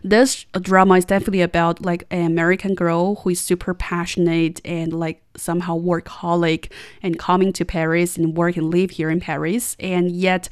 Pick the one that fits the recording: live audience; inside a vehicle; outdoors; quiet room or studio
quiet room or studio